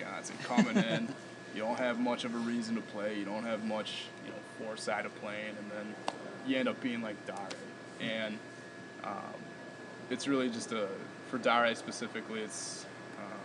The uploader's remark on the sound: At the Red Smith Banquet up in Appleton.